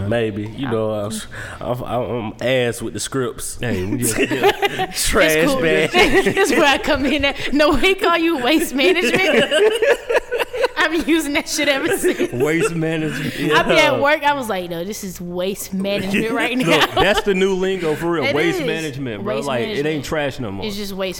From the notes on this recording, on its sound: Live at The Masquerade Atlanta on April 12th.